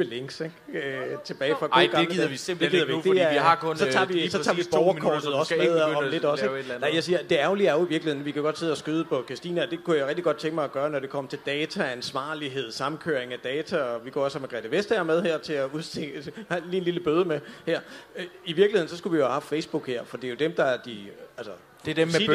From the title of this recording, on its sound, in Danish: LIVE fra Aarhus Festuge